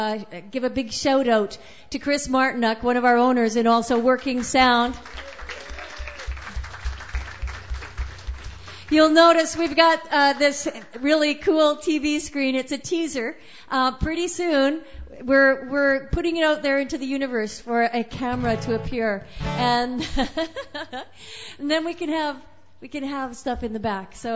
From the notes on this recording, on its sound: Sunday Night Open Mic. Take a moment to revel in the amazing all-original music talent we are so fortunate to present every Sunday at hulbert's.